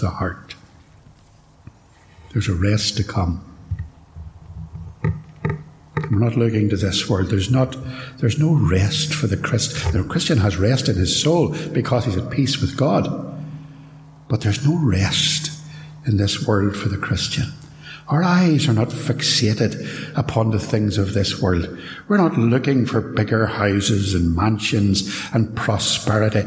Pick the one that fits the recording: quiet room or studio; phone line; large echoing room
large echoing room